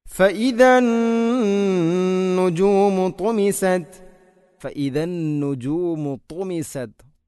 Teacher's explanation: ത്വാനുച്ചരിക്കുമ്പോൾ നാവിൻ്റെ മധ്യഭാഗം അണ്ണാക്കിലോട്ട് ഉയർന്നു വരുന്ന രൂപത്തിലാവണം